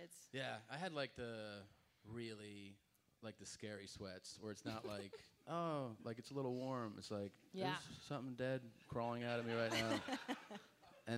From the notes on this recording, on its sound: The first ever LIVE Momcast could not have been more fun.